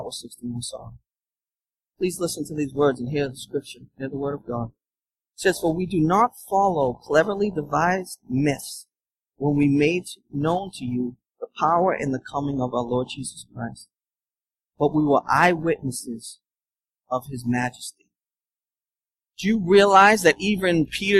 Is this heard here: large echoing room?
yes